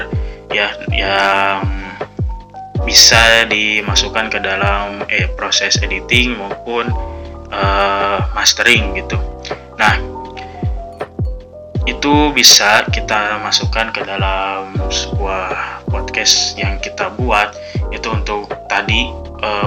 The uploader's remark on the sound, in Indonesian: Saya mohon maaf untuk kualitas audio yang buruk